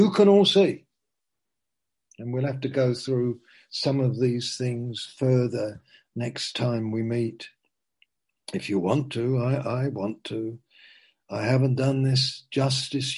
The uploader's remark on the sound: (Zoom) - Teign Valley Sessions - 19:00